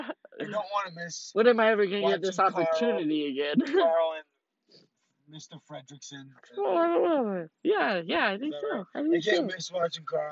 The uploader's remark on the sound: Horrible audio makes for a great beginning so gotta love it.